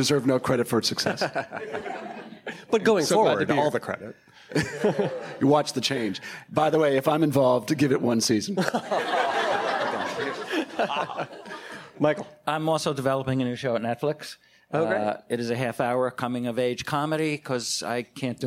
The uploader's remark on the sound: ATX TV Festival 2018. Recorded June 9, 2018 at the ATX Television Festival, Austin TX.